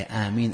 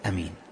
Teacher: الميم مخففة والألف ممدودة وليست مجرد فتحة · Shown in: first take